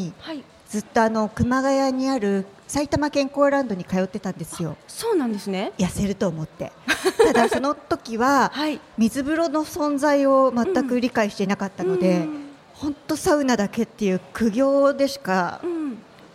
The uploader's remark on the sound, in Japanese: スパメッツァおおたか 竜泉寺の湯」にて行われた番組初の公開録音イベントの様子をお届け！